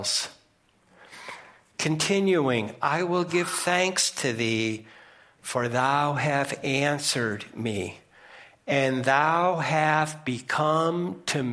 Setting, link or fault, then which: setting, large echoing room